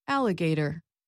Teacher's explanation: It has four syllables. The primary stress is on the first syllable, but the third syllable does have a softer secondary stress.